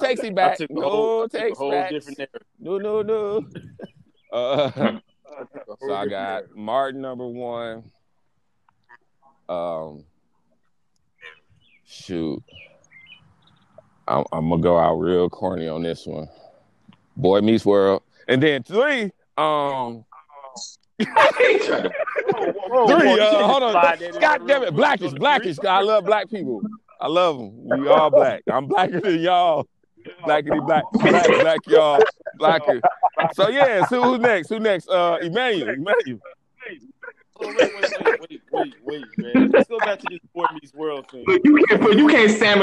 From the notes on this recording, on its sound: Quarantine Conference Call.